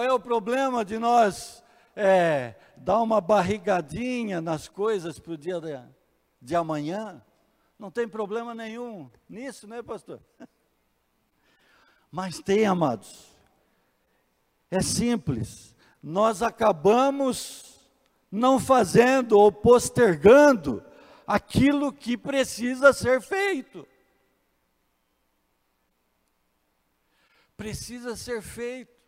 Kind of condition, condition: setting, large echoing room